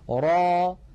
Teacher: را تتألف من راء مفتوحة بعدها ألف وليس في آخرها همزة، ليس في آخرها همزة. · Term: مد طبيعي